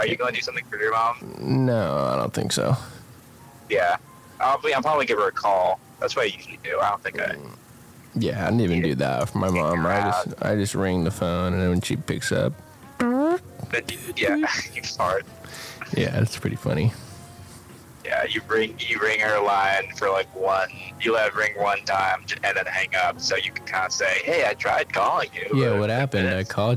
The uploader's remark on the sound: Now here's 2 seperate Phone calls.